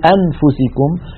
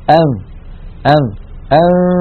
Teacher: الفم مهيئ على مخرج الفاء وينطق القارئ من أنفه غنة فقط · Shown in: second take · Term: الإخفاء